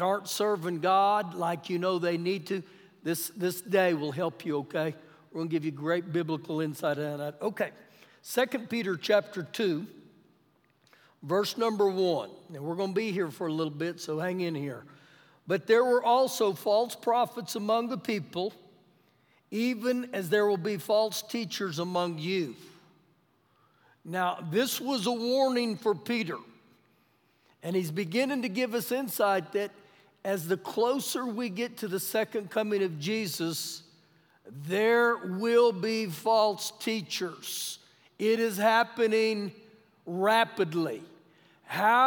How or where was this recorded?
large echoing room